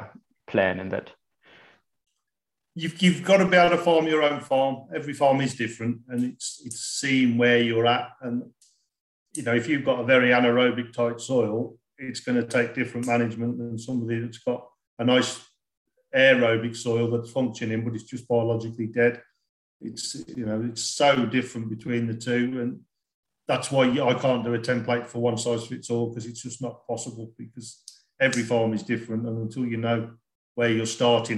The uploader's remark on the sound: it comes from a live skill exchange call that I hosted from late last year, and the last half of the recording goes into the Q&A portion from farmers in our network.